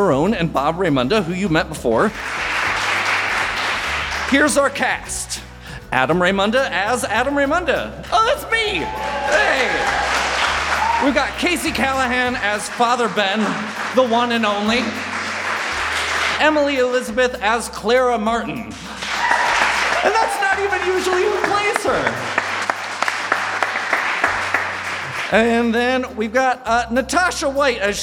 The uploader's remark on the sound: LIVE SHOW!